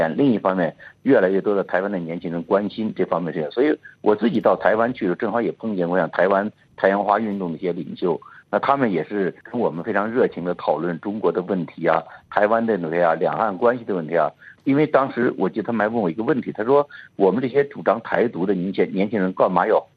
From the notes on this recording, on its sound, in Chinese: 现居住在美国。接受本台的电话采访。